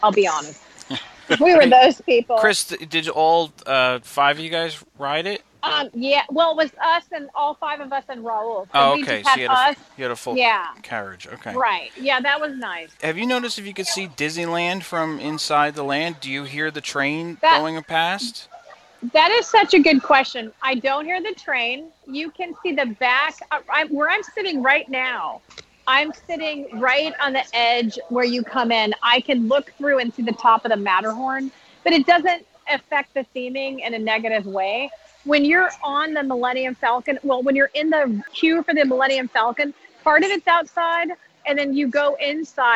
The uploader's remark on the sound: Opening Day Live Review. Live on the Planet of Batuu, in the middle of Black Spire Outpost. This show was recorded live so you'll hear her interactions with the citizens of Batuu and even some members of the First Order.